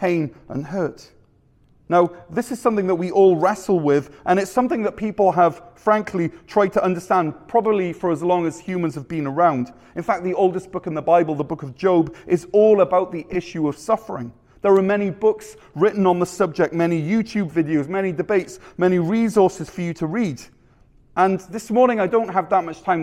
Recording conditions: large echoing room